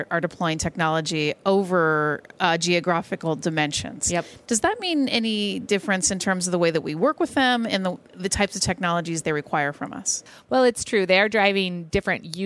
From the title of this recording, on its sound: Intel Chip Chat LIVE from MWC 19 in Barcelona